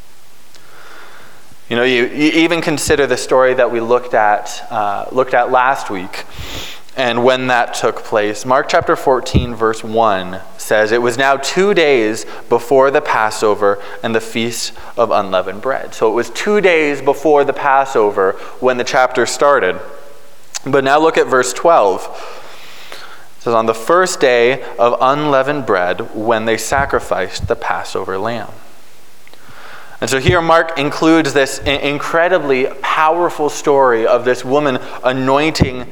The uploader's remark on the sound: Preached on March 13, 2022 at Liberty Grace Church.